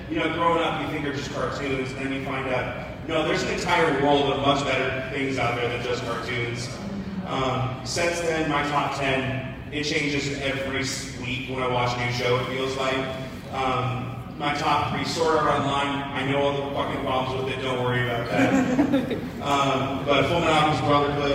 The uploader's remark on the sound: Here is the audio from the panel at AnimeIowa Panel.